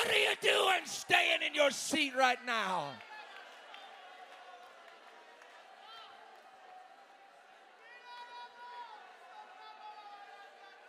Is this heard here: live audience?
yes